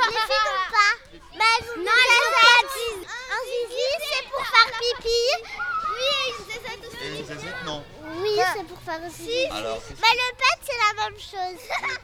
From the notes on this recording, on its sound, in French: Enregistré dans la cours de récréation de l'école avec des enfants âgés de 6 à 10 ans.